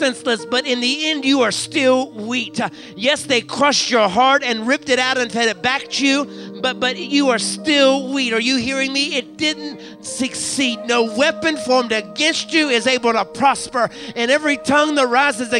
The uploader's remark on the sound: recorded from our Sunday Morning live service at Fresh Fire Church in Uniontown, PA